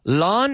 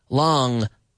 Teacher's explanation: You have to close the back of your throat with the back of your tongue. · Shown in: second take